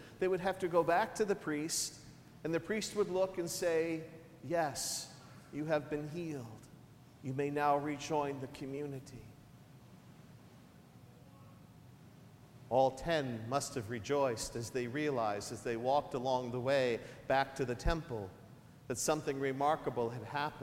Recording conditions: large echoing room